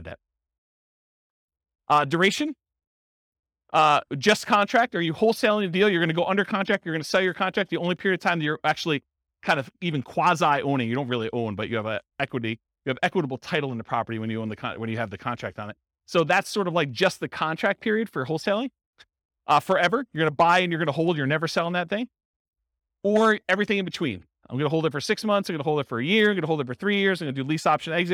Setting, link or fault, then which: setting, live audience